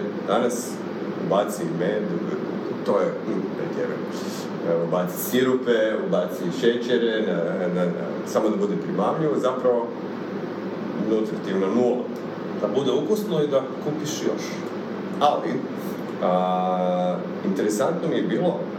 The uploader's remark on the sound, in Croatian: PRIJE SVEGA ISPRIKA ZBOG SLABIJE KVALITETE TONA. ISKLJUČIO NAM SE JEDAN OD MIKROFONA VEĆ NA POČETKU SNIMANJA, ŠTO NAM SE DO SADA NIJE DOGAĐALO PA SMO BILI PRISILJENI KORISTITI AUDIO SA VIDEO SNIMKE.